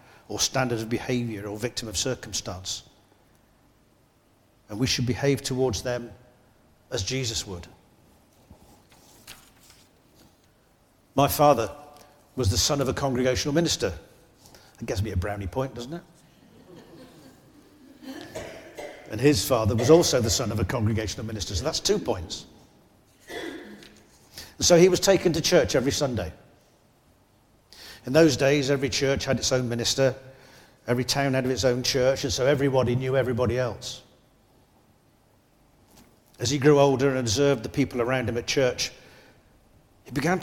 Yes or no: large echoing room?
yes